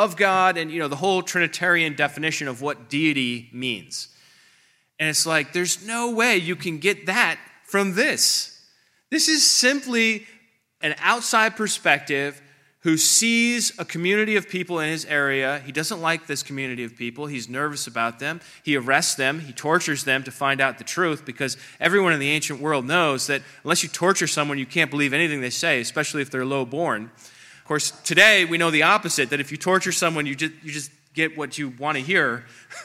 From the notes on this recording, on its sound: This presentation is from the 3rd Unitarian Christian Alliance Conference on October 20, 2023 in Springfield, OH.